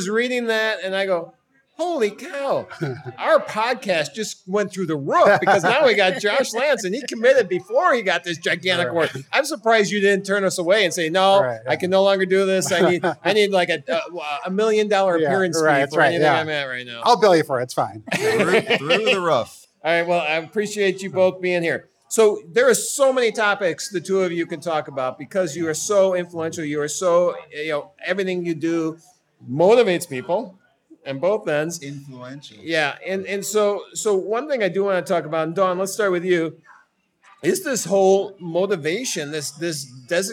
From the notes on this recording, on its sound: live from The Beer Temple in Chicago